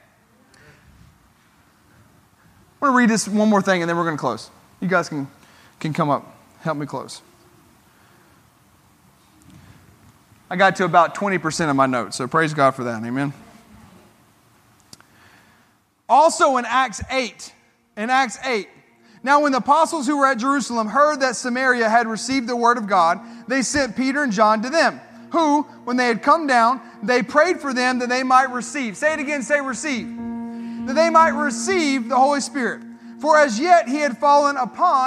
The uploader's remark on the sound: This sermon was recorded at Family Worship Center in Columbia, SC on Sunday, April 16, 2022.